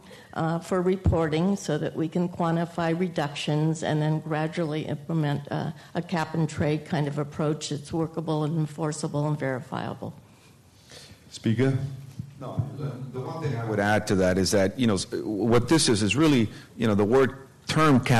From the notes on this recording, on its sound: This program was recorded in front of a live audience at The Commonwealth Club on September 27, 2010